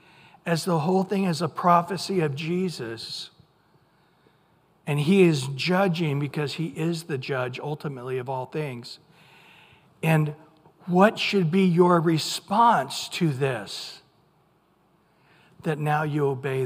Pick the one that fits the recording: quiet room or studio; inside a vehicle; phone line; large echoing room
large echoing room